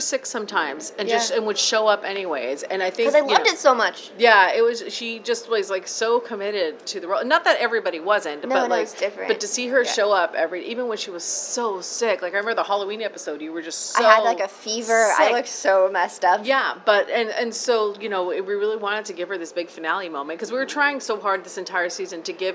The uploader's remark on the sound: SDCC 2023 Interview. Enjoy the ambient background noise that is San Diego Comic Con!